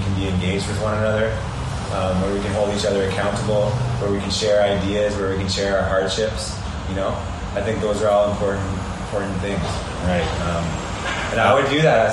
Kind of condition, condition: fault, background noise